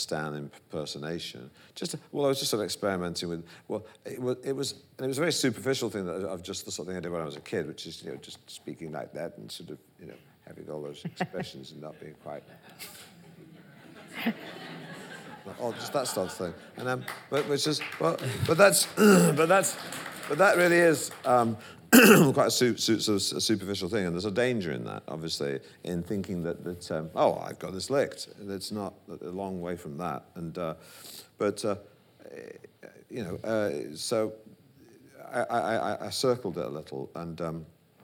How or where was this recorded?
live audience